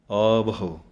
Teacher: ਐੜੇ ਕੰਨਾਂ ਲੰਮਾ ਬੋਲਣਾ ਹੈ, ਹਾਹੇ ਔਂਕੜ ਥੋੜ੍ਹੀ ਆਵਾਜ਼ ਦੇਣੀ ਹੈ